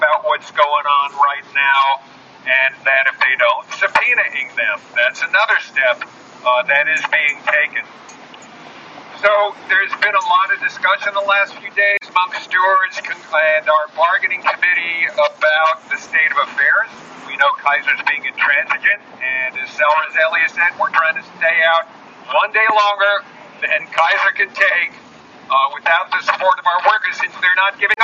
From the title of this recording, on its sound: LIVE from NUHW strike in Oakland